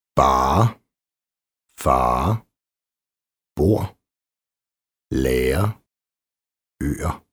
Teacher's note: Vokalistisk er, som udtales endnu længere tilbage i munden end for eksempel det svenske far. Det forbinder sig med den foregående vokal og åbner så at sige denne endnu mere.